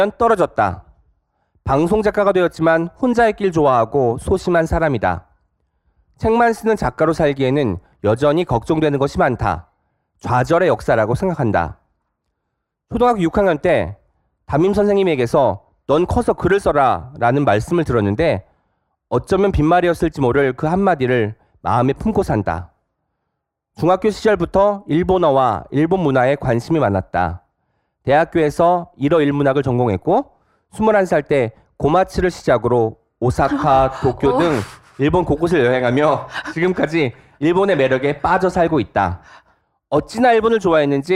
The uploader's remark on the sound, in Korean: 책의해’ 공개방송